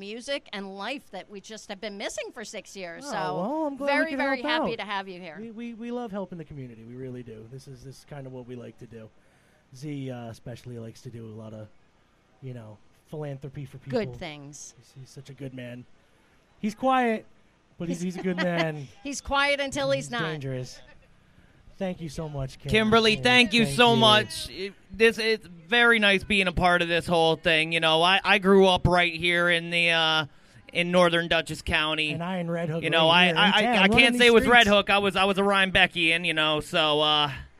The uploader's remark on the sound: live from Red Hook And The Chocolate Festival